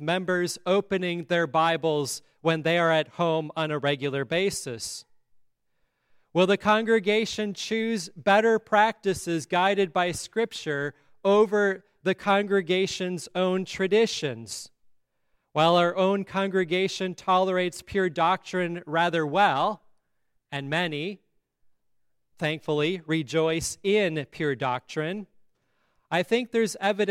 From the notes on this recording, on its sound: at Grace Lutheran Church in Lexington